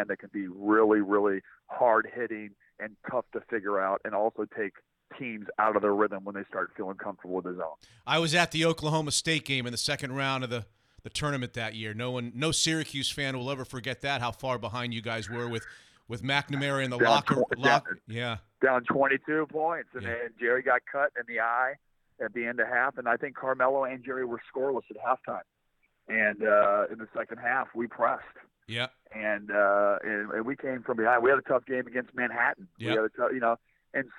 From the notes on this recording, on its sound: calls in to the show for the first time